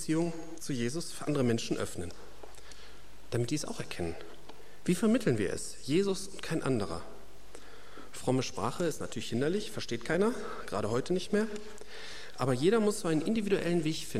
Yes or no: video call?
no